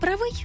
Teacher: омограф «правий» вже з наголосом на другий склад. Означає буквально «прямий», «непогнутий», «непокручений».